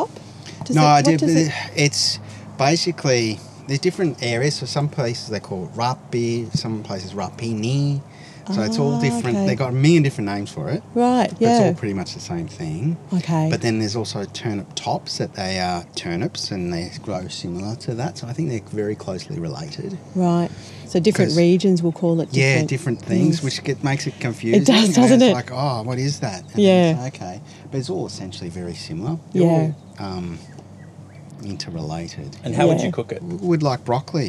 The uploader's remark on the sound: Montalto Winery. It has a fabulous restaurant and an incredible amount of open space, trees, gardens and artworks spread over the beautiful property. We recorded on the fly during a slow roving tour of the grounds, so expect some wildlife interruptions, wind gusts, tractors, and gravelly footsteps throughout.